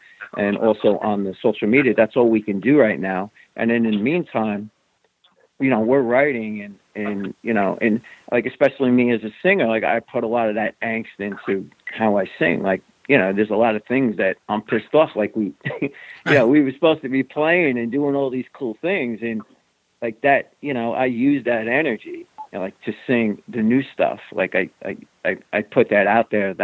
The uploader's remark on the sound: The guys called